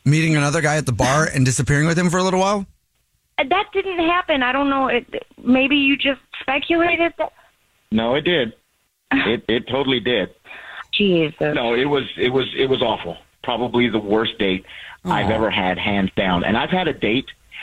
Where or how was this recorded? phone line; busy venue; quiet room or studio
phone line